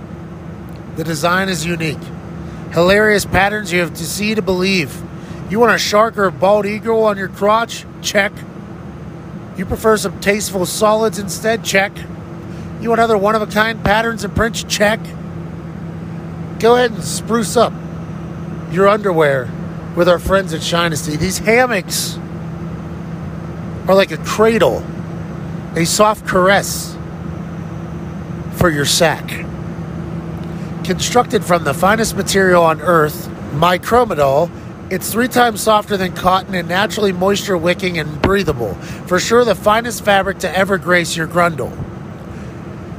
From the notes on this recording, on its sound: Record pieces of the episode on the plane on their way back from Waco, Texas.